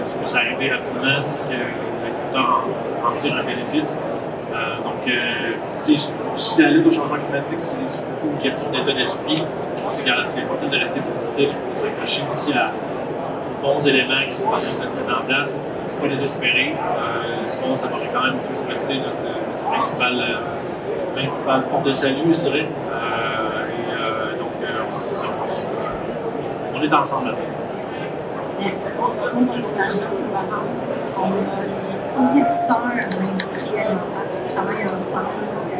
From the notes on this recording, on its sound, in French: Au Salon de l'agriculture. À noter qu’un problème technique nous empêche de diffuser l’audio original de ce panel de discussion. Nous sommes désolé pour la qualité sonore présentée ici.